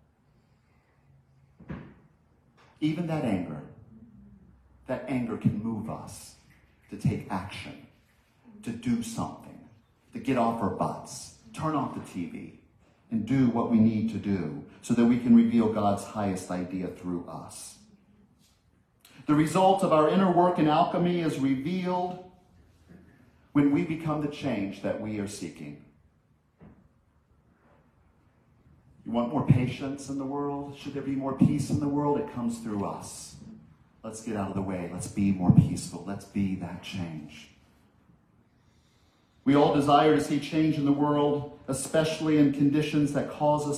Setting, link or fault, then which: setting, large echoing room